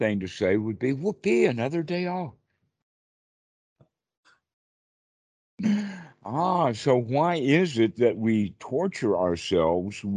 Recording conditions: video call